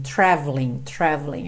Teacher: você não fala o E do traveling